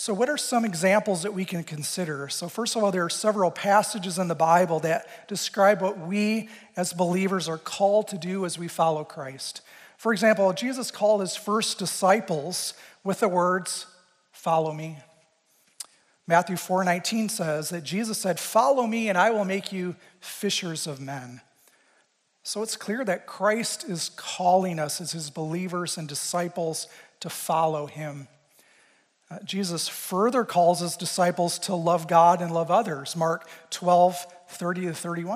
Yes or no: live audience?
yes